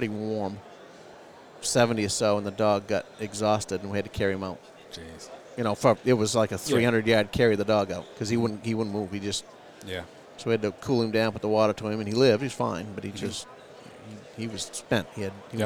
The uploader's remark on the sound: recorded this episode at the Great American Outdoor Show